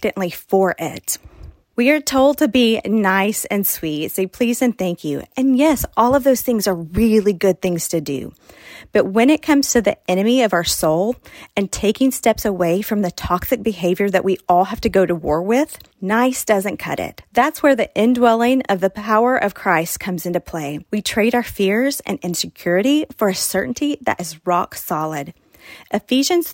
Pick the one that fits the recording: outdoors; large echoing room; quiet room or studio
quiet room or studio